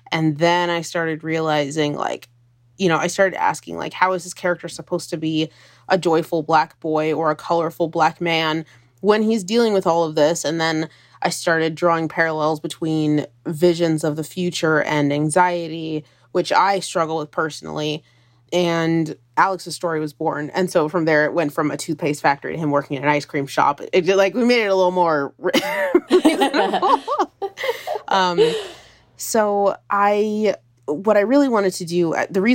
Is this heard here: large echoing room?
no